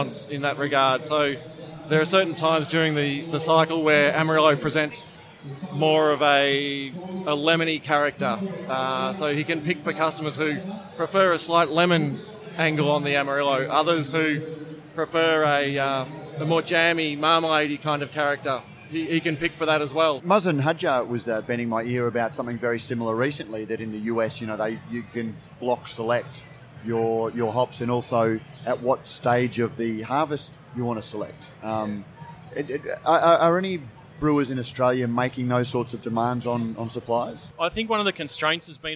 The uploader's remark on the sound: Live from GABS in Melbourne. Brews News was able to take our mobile studio to GABS and capture some great discussions with a wide range of people in the beer industry. There’s something about having a live studio at GABS that just saw the guests relax and talk in a way that they don’t always do when a microphone is in front of them.